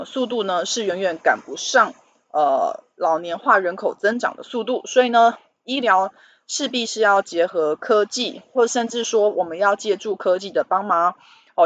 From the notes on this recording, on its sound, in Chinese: 本集有些許雜音，已亟力避免，如有察覺請多多包涵